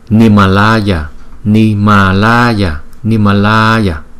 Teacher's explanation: Chúng ta cũng giữ cái âm A, La nè, có dấu gạch ngang là chúng ta giữ hai nhịp.